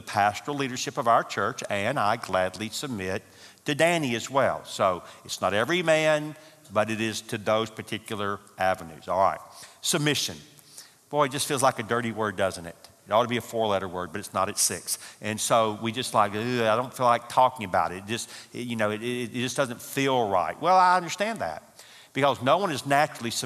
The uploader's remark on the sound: from the 2018 marriage conference hosted at Parkwood.